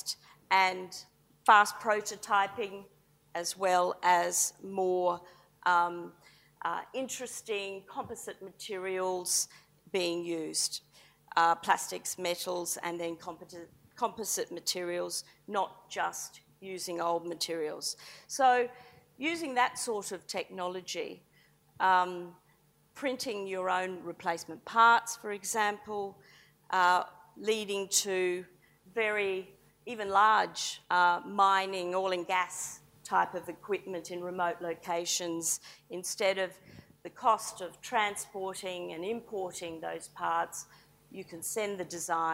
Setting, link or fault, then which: setting, large echoing room